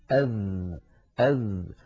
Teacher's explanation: الذال مجهورة، لأنها ليست من حروف سكت فحثه شخص، فلا يجري معها النفس كثيرا، يجري نفس ضئيل لا يعتد به